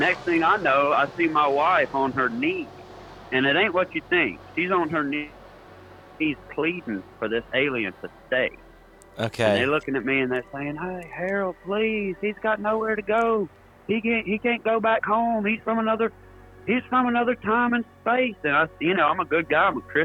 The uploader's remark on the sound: Phone lines open